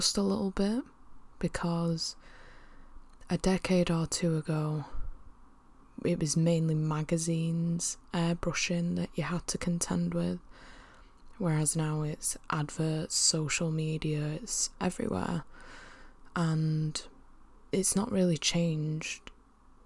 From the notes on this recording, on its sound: As she attempts to battle through Salford’s intense background noise.